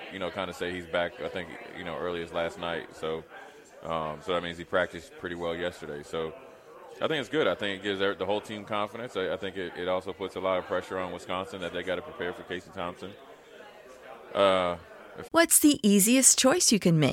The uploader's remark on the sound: Live from Scarlett Hotel